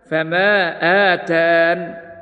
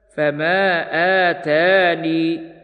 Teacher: ويجوز الحذف والإثبات وقفا في فما آتاني الله بسورة النمل